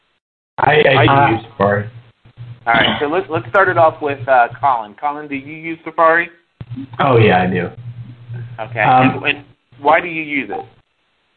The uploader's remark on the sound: Due to some technical difficulties with our phone company, the studio was without phone service during the recording of this week's Help iGot A Mac show. For this reason, we used the telephone to call in the content for the show.